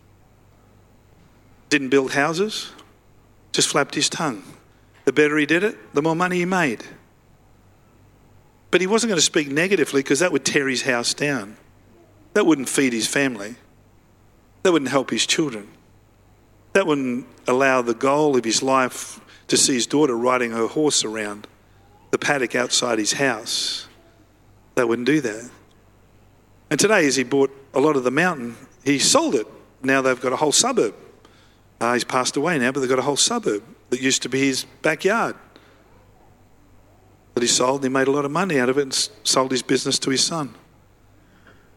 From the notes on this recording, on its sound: live at Freshwater Church on Sunday the 2nd of April 2023